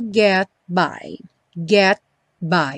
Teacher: O T aí do get, típico de consoante oclusiva. Não tem som, não fala get.